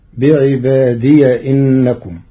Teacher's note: أما كلمة بعبادي إنكم فقرأ ورش بفتح ياء الإضافة وصلا فتصير بعبادي إنكم.